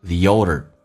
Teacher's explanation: The older we get, the faster time goes.我们年纪越大，就会发现时间走得越快。那么红色字体用降调读 the，用降调读 the，点一下 we，长元音不被强调，说成短元音 we。你看一下 the olderThe 跟 older 还有一个连音，元音跟元音之间的连音不是加 w 就是加 y，加一个 y 叫 theolder